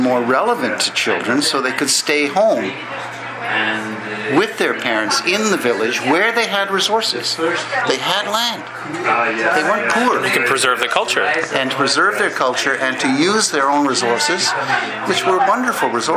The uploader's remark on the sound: This podcast was recorded during CUSO-VSO's 50th Anniversary Kick-off celebrations in Vancouver, BC.